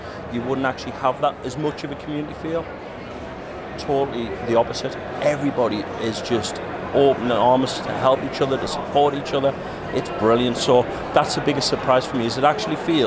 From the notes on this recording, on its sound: This special bonus episode of Beyond Numbers is recorded live from Xerocon London 2022.